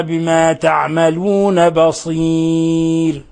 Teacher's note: ونلاحظ أيضا كيف قد رققنا الراء الموقوف عليها، وقد تقدم نظير ذلك أكثر من مرة، وبينا السبب لوقوع الياء الساكنة قبل الراء والوقوف على الراء بالسكون.